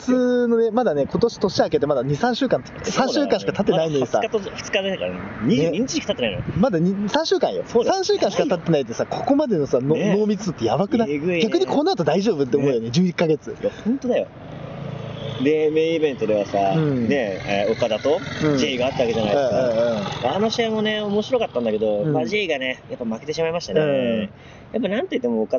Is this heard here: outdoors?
yes